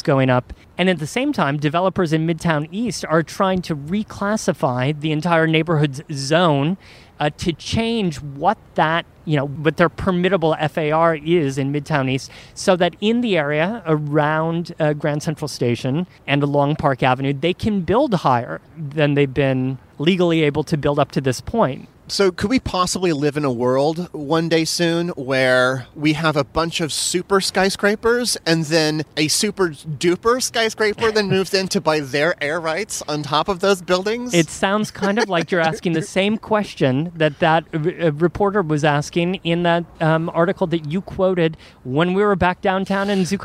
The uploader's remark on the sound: This entire show is recorded outside in front of the very spots that have most affected the city's decision. From downtown Manhattan and the Equitable Building to a surprising corner of Hell's Kitchen.